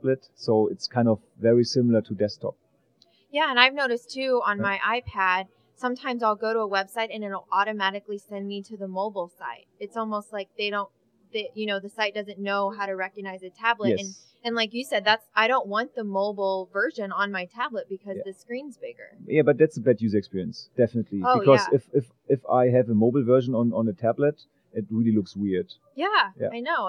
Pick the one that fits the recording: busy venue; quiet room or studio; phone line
busy venue